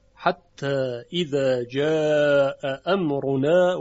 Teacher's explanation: همزه مال جا هستش و همزه امرونا حذف میشه